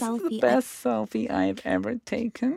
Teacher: You're going up at the end of the sentence like it's a question, even though it's a statement.